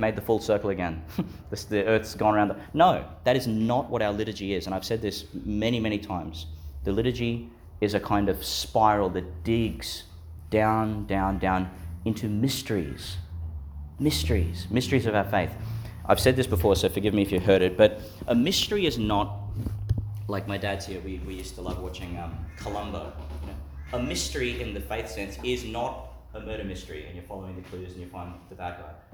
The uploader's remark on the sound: Delivered in Our Lady of Mt Carmel, Mt Larcom, Qld.